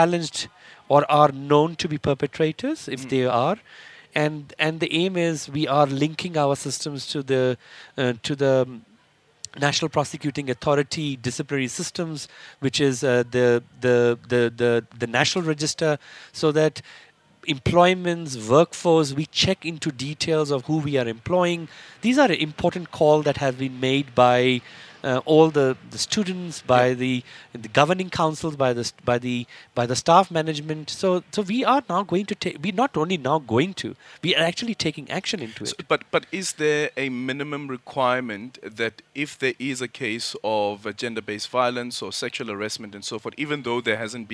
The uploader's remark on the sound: We continue our live broadcast from Birchwood Hotel in Boksburg where Minister for Higher Education, Science and Innovation is hosting the inaugural Transforming MENtalities Summit.